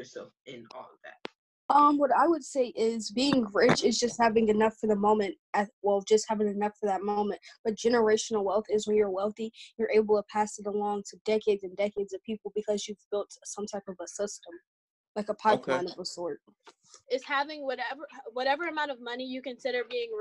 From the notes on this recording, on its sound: Quarantine Edition. Conduct a zoom call.